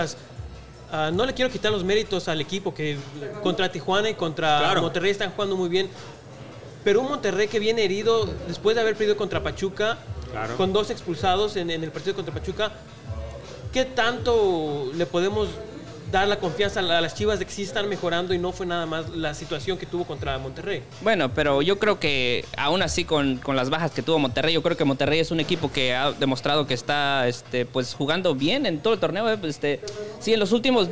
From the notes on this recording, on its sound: Live from LA. Live from Revolucion Cantina in Fullerton, CA.